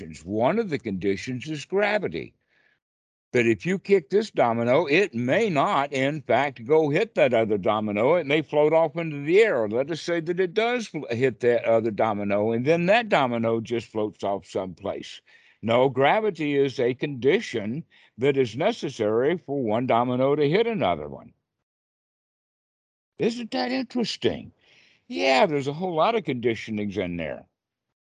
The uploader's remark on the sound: skype calls on this channel